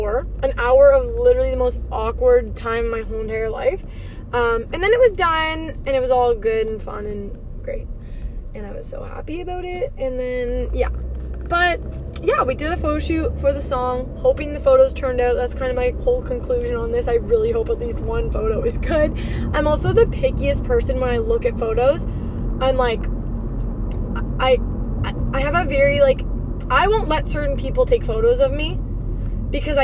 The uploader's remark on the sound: In today’s episode i am driving while podcasting.